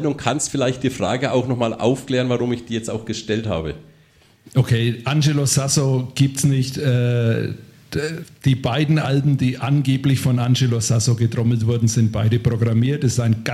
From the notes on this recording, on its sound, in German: live im Afterwork